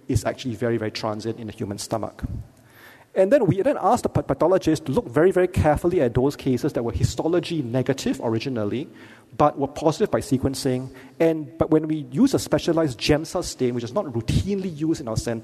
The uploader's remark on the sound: Keynote Lecture